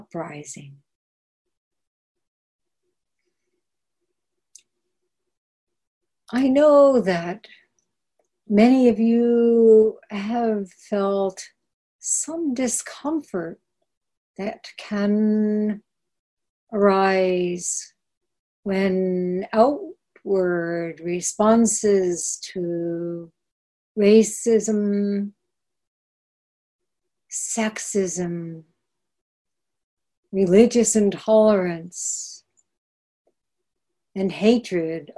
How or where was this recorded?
video call